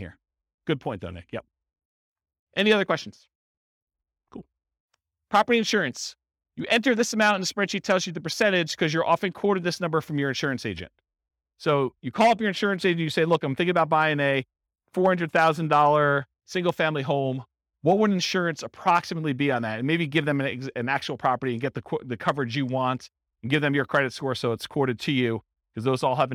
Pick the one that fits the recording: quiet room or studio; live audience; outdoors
live audience